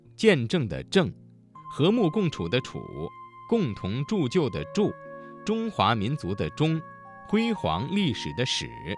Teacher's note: 声母是翘舌音的字有见证的证、和睦共处的处、共同铸就的铸、中华民族的中、辉煌历史的史